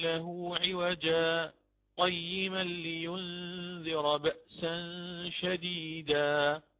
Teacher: وقفت على هذه الألف من كلمة عوجا زمنا يسيرا، قلت عوجا قيما مباشرة بعدها، فهذا الزمن كما قلت الآن زمن يسير، زمن يسير، وهذا هو السكت المطلوب عندنا.